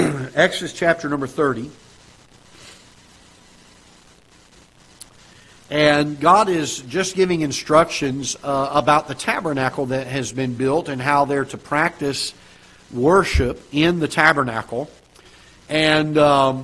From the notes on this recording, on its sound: Ketha Heights Baptist Church ~ Live Broadcast.